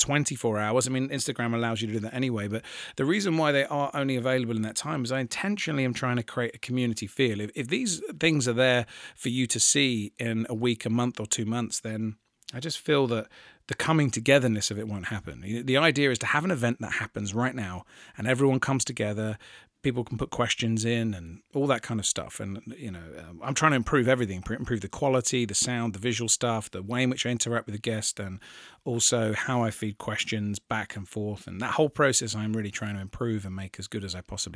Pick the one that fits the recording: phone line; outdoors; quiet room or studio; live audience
quiet room or studio